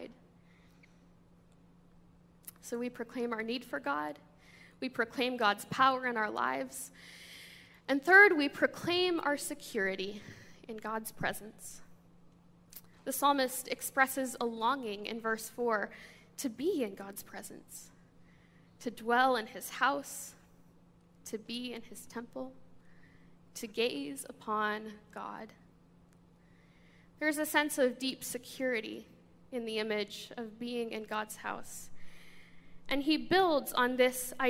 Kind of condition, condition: setting, large echoing room